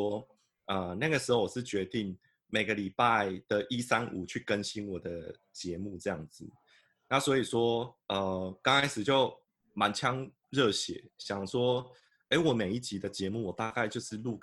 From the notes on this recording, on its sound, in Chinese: 本節目用Zoom錄製，我現在人在台中跨界共生公寓～。